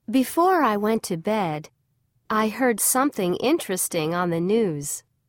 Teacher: Notice how each clause ends with falling intonation.